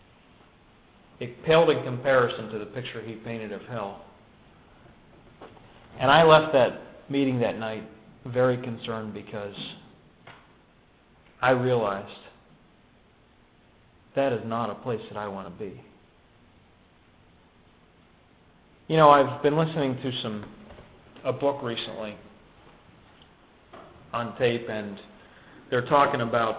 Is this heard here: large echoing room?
yes